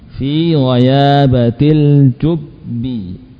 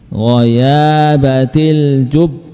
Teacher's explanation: saat diwasolkan ba sukun itu mengalami idgham, mengalami idgham. Ini dimasukkan ke dalam huruf ba yang berharokat kasrah. · Shown in: first take